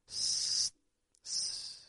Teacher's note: We rather make an S, a quick little stop, and then continue with the second S. S. The tongue goes to the T position where it stops the air.